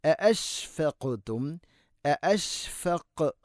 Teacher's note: തൊണ്ടയുടെ താഴെ ഭാഗമാണ് ഹംസയുടെ മഖ്റജ്.